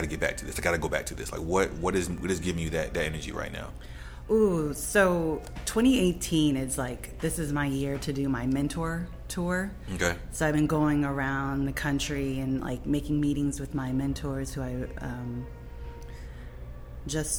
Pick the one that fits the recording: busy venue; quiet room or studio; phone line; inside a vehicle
busy venue